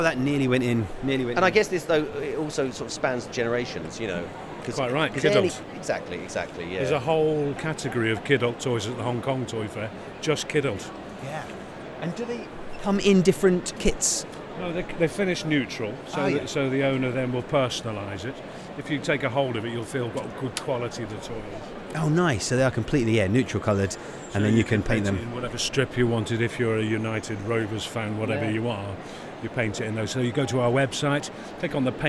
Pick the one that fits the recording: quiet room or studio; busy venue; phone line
busy venue